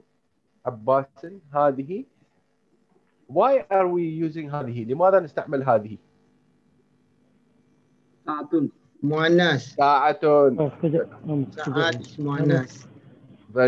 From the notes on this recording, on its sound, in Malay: Rakaman zoom pada setiap Ahad 9.30 pagi (waktu Singapura).